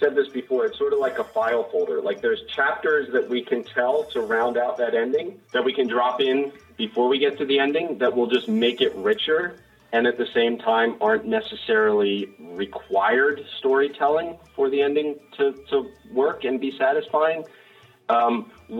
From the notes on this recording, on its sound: audio snippets from a FRINGE Conference Call